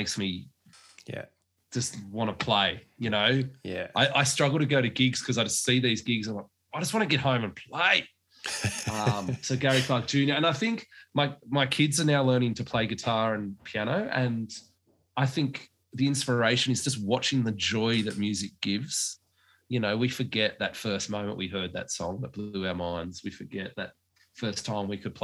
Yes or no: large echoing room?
no